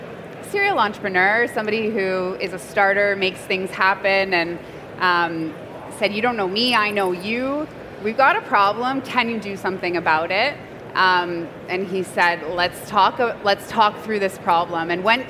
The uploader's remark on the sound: This is the recording of a Learning Lounge from the recent CPMA Convention and Trade Show in Toronto.